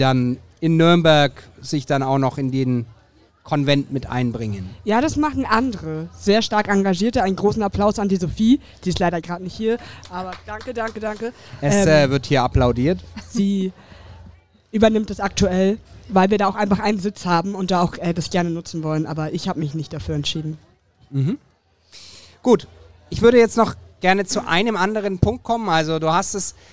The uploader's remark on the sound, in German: Der Mitschnitt des ersten LIVE-Podcast, der auf dem evangelischen Kirchentag in Nürnberg 2023 aufgezeichnet wurde.